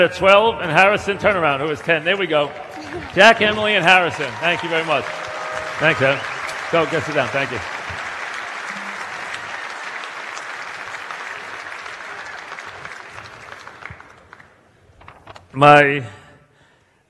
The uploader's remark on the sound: Live at the Tilles Center